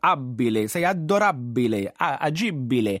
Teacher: si ha tendenza magari a trascinare un po' la B